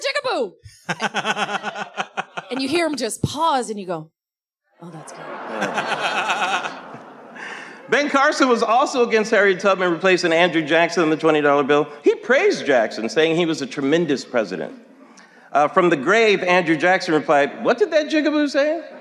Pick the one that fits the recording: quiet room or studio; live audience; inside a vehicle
live audience